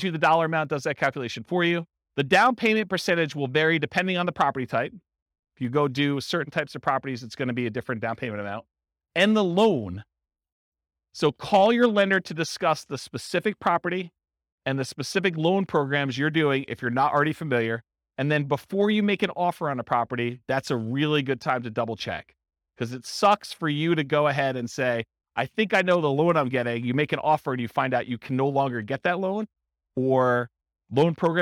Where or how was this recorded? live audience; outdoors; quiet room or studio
live audience